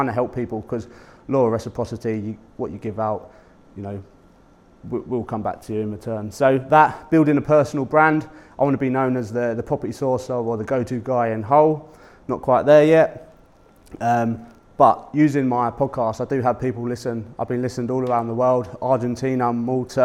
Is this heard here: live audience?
yes